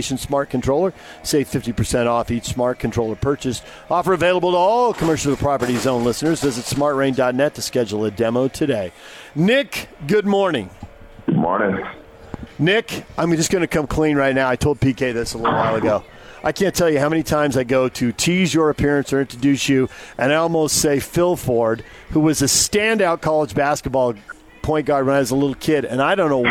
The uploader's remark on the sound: Live at the Utah NFF golf tournament at Riverside Country Club